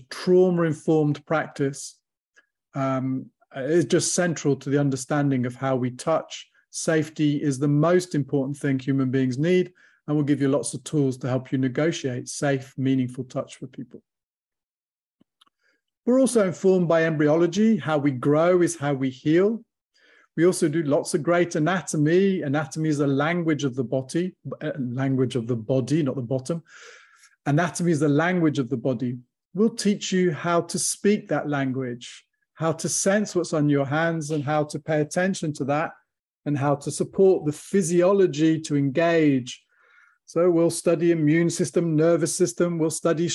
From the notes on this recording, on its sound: From the archives, audio from webinar.